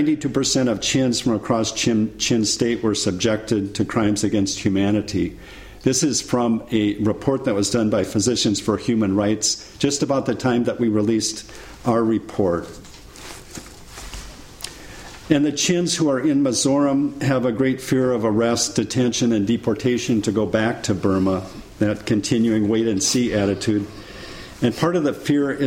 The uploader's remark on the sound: Recorded on 24 March 2014 at St Anne's College, University of Oxford.